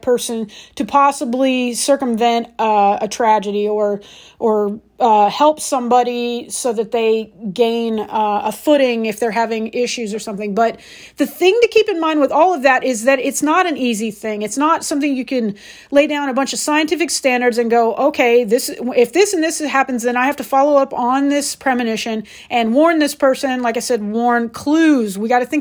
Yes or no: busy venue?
no